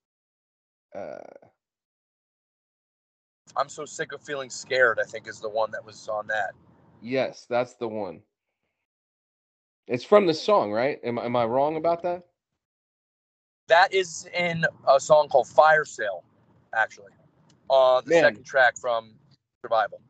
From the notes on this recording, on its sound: While he was driving back home with a friend.